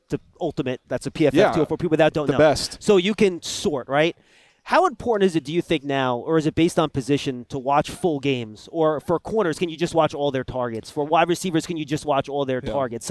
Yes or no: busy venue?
yes